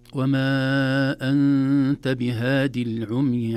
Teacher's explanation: الياء فبهادي ليست منطوقة لالتقاء الساكنين